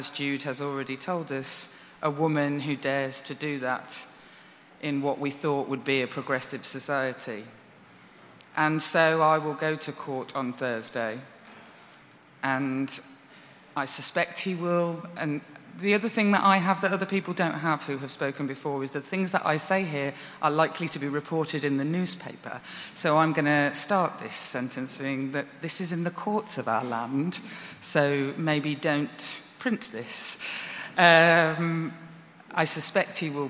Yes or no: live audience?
yes